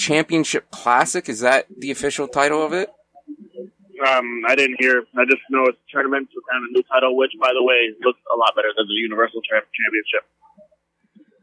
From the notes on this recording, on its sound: impromptu phone podcast